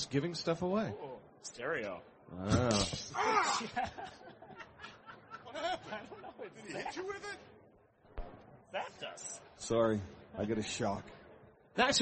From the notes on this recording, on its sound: 2007 Macworld Expo. A session recorded from Macworld's booth on the Moscone Center show floor.